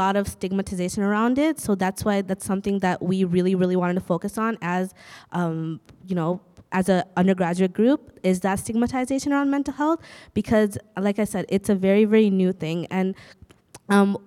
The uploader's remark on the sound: This panel was the perfect way to celebrate #bellletstalk. We were honoured to be a part of the day and for our first “live podcast” recording, it turned out great!